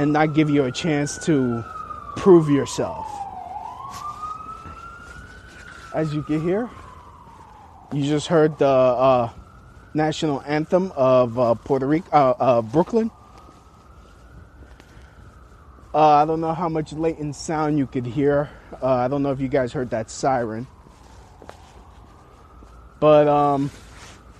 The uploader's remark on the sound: Walking On My Way To An Open Mic